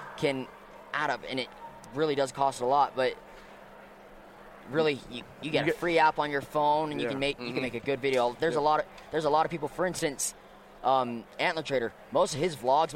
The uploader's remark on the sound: sit down with Living Country in the City at Hunt Expo in Salt Lake City